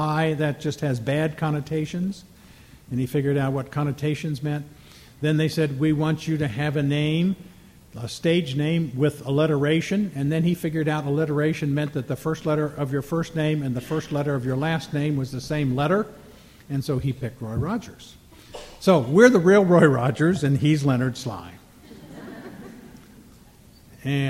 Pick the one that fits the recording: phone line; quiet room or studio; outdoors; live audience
live audience